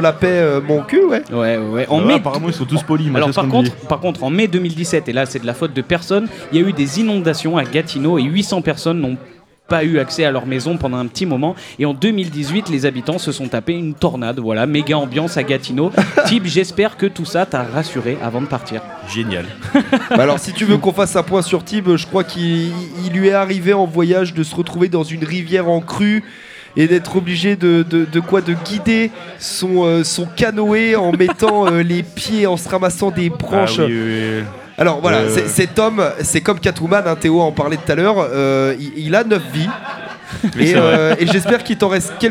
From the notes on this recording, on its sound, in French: Enregistrée par HRZ Records. Cette émission a été enregistrée au Keystone Pub à Clermont Ferrand.